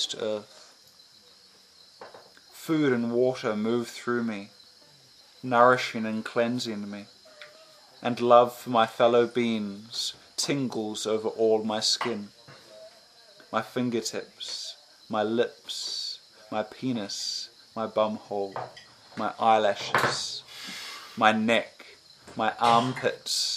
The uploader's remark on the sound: Recorded at Premstock Fruits and Roots Festival in Daintree, Far North Queensland, Australia 2018-07-13